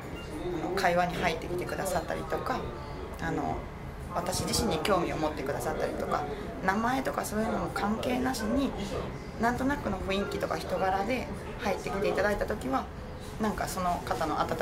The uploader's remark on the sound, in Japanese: リアル居酒屋収録版